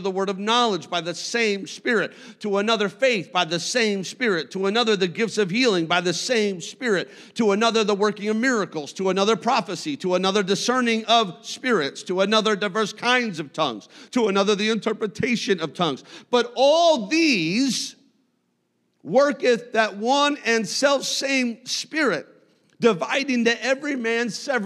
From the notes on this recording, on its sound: a service recording from Connect Point UPC